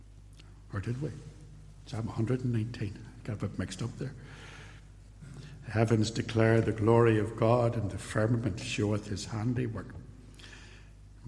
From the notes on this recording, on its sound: This podcast contains a sermon., delivered at Templepatrick reformed Church, and released on this platform with permission.